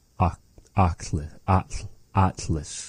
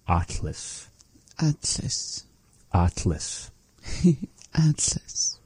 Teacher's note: making this really big open ah vowel and bringing the tongue up towards the behind the two front teeth, saying it Atlas.